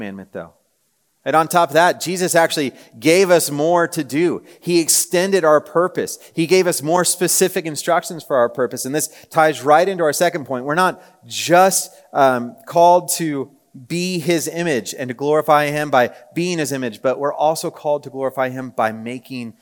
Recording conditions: live audience